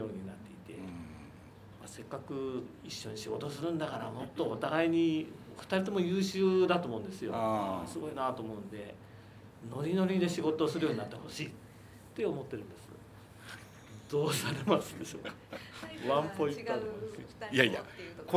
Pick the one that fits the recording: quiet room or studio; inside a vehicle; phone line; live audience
live audience